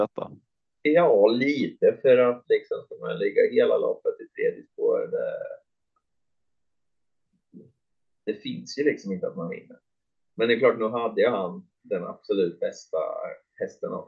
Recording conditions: poor sound quality